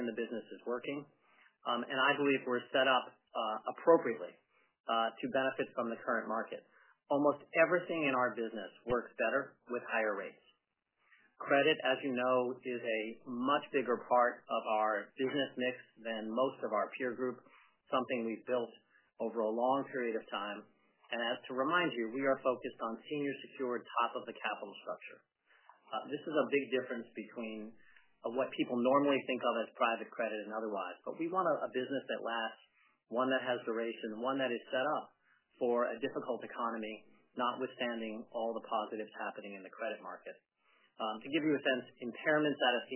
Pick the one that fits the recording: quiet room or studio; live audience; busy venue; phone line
phone line